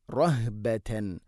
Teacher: ഹ സുക്കൂനാണ് ഹഇന്, തൊണ്ടയുടെ താഴെ ഭാഗമാണ് മഖ്റജ്.